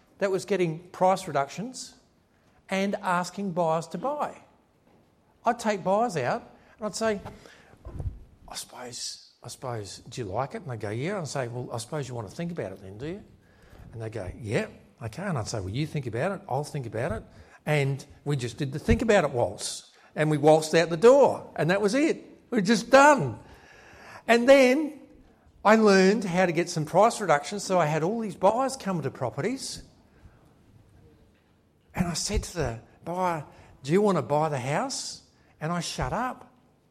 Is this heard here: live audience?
yes